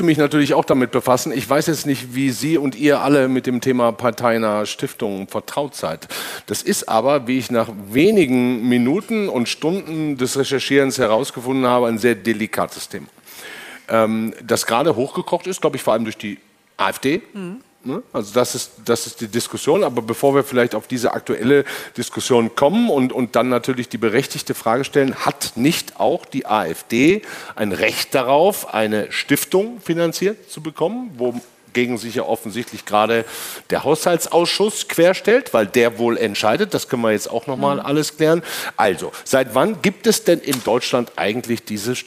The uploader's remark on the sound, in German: Live aus der Ludwig-Maximilians-Universität in München. Vor rund Hundert LMU-Studierenden.